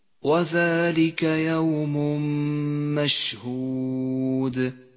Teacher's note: التنوين وبعده حرف الميم، يسقط التنوين من اللفظ ولذلك هو رمادي اللون. وأما الميم فتشدد ونقف عندها بغنة زمنها حركتان، ولذلك هي خضراء اللون. · Term: الإدغام بغنة